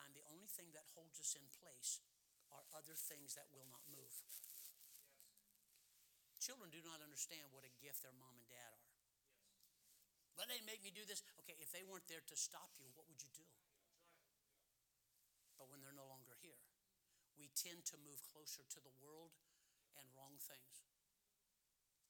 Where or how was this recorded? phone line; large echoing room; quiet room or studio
large echoing room